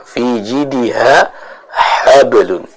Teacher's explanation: harus jelas dibaca dengan huruf ha yang mana dia keluar dari tenggorokan bagian tengah